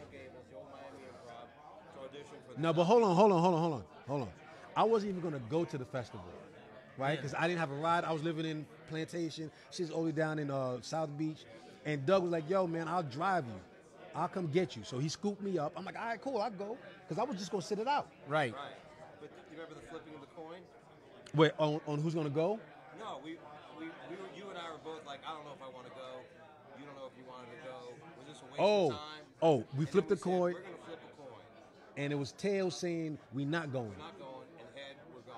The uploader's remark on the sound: at The World Series of Comedy!